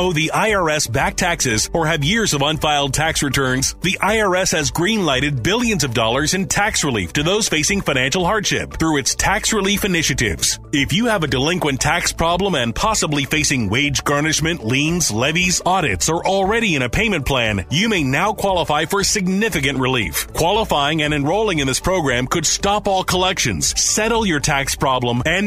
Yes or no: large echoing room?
no